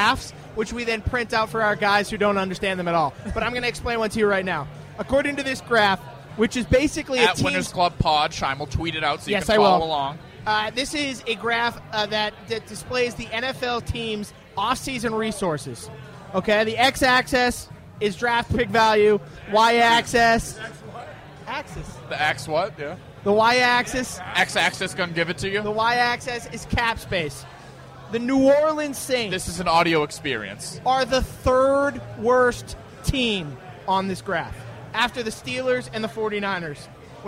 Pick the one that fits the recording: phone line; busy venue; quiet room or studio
busy venue